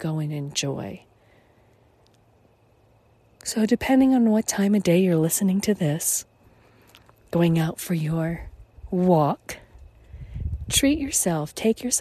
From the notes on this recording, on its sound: Finding Serenity in Sedona, Arizona, USA. There is a bit of over head air traffic and a few noisy motorized jeeps and ATVs that may also be out there along the paths but they are not often. The rest of the time you can hear the wind whip through the trees, the birds fly right past your head, the echo of small creatures as day turns to night.